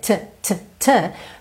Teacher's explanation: Lembra de botar um arzinho nesse T?